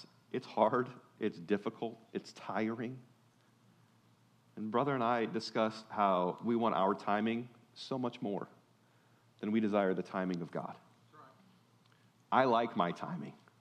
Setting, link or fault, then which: setting, large echoing room